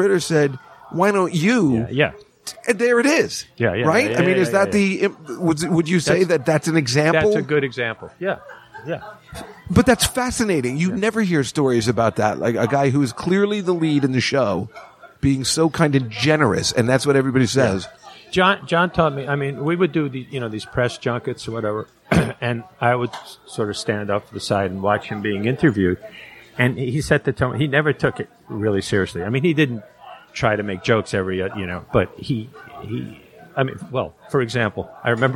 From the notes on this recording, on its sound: Live From the Comedy Cellar.